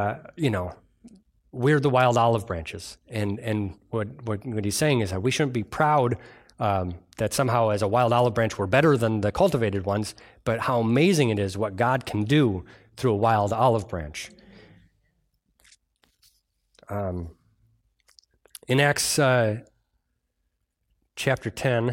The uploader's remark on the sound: This message was delivered on Sunday, December 13th at Bible Center Church in Maiden Rock, Wisconsin.